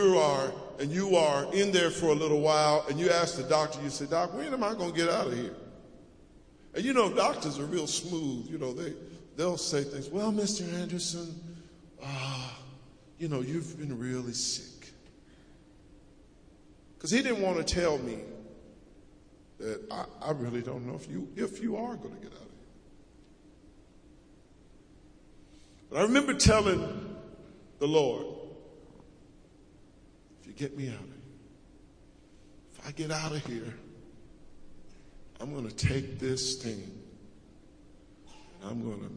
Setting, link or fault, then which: setting, large echoing room